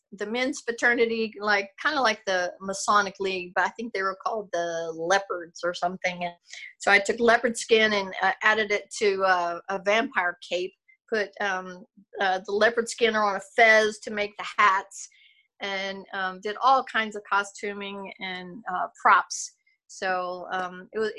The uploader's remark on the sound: When we did our Zoom interview